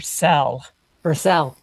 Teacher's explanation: it's called neutralization before L, which causes vowels to kind of fall in together · Term: feel-fill merger